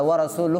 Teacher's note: অনেকেই দেখা যাবে ওয়া রাসূলু বলতে গিয়ে ওই হাটা বাদ দিয়ে দিবে